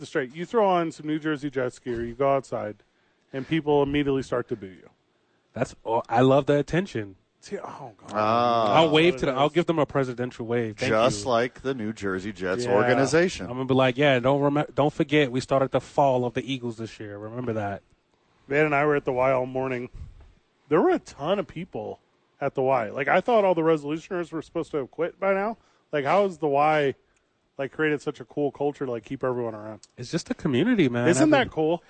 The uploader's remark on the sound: live from The Duke Store